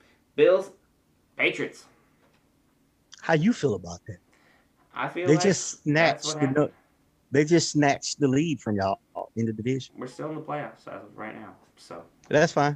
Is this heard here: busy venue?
no